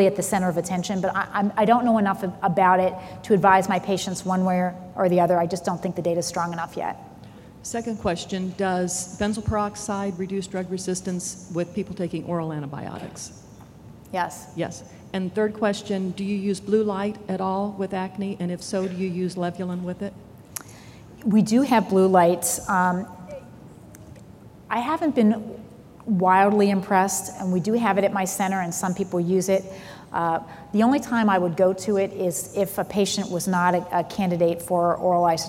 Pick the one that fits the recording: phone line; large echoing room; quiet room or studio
large echoing room